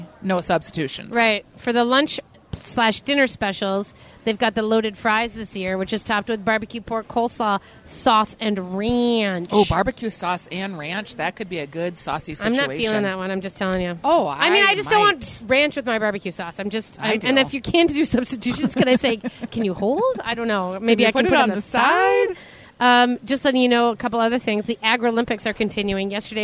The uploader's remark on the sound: From the Minnesota State Fair. Live from the Peg which is the only full service restaurant at the fair.